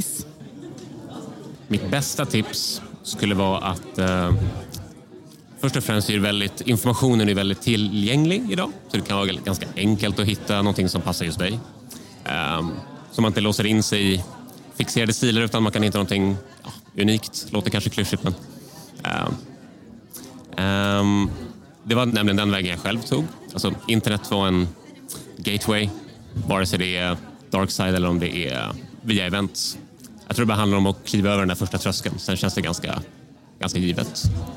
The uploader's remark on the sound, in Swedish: Special från erotikmässan Kink Bash!